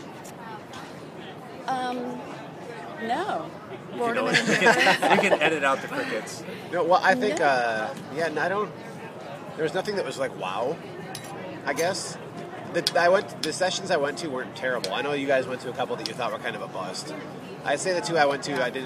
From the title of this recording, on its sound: Live from SHSMD